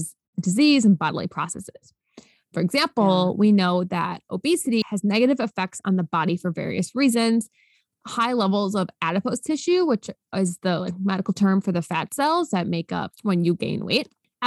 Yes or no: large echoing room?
no